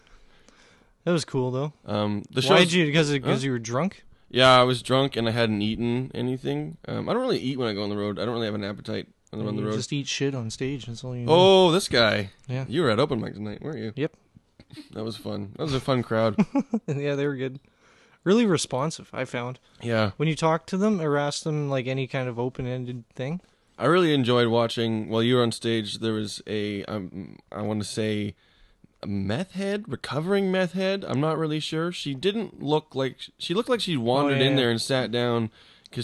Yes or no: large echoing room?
no